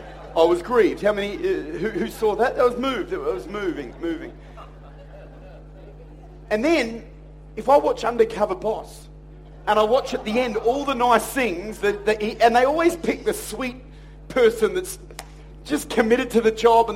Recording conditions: large echoing room